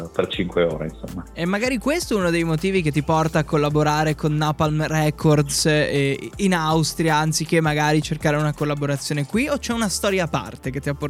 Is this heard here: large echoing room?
no